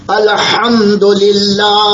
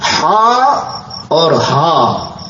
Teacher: مثال کے طور پر قرآن میں بڑی ہے اور چھوٹی ہے، ان دونوں کا مخرج الگ ہے. الحمدللہ، حمد میں جو ہا ہے وہ حلق سے نکلتی ہے · Term: بڑی ہا